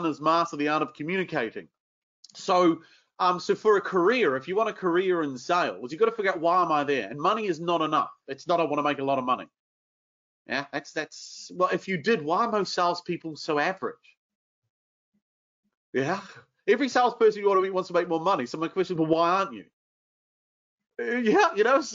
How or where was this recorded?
video call